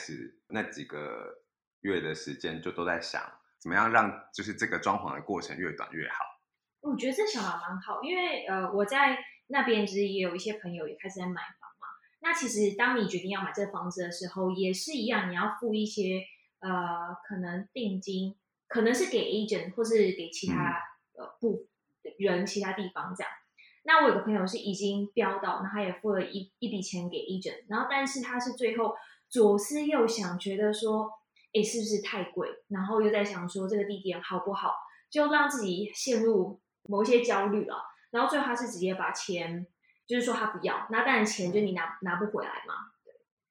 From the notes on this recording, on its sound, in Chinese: 由於外錄的音質有點難控制，本集的聲音會有空間感